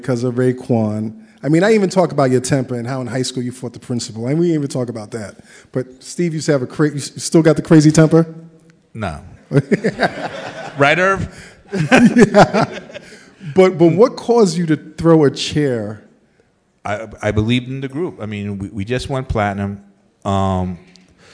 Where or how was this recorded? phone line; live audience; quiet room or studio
live audience